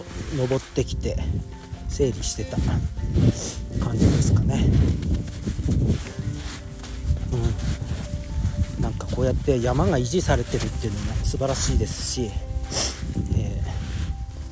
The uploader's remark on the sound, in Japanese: カエルが収録を邪魔して来ます。